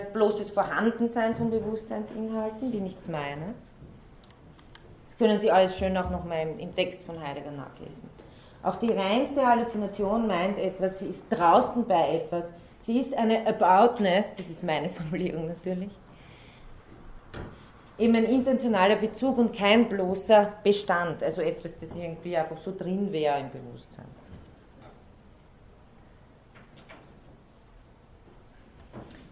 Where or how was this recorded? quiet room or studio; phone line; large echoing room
large echoing room